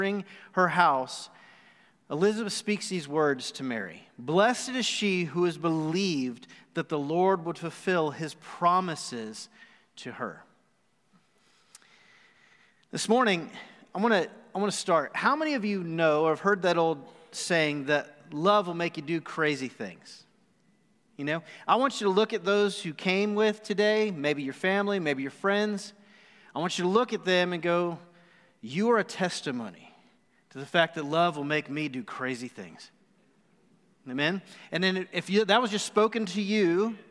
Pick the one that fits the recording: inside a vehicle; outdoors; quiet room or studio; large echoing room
large echoing room